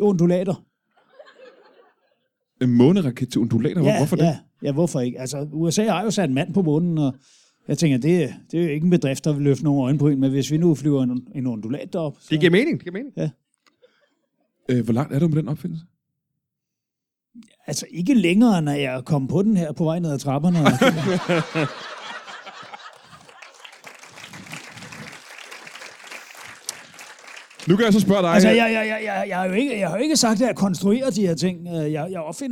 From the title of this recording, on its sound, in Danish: LIVE fra Holbæk